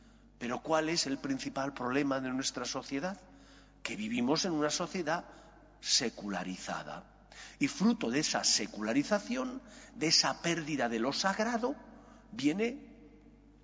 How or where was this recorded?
large echoing room